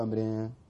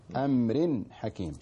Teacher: يعني إظهار مباشرة، تظهر النون التنوين كاملا · Shown in: second take